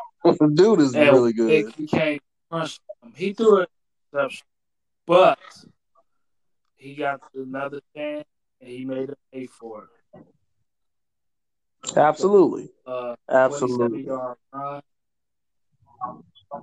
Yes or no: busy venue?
no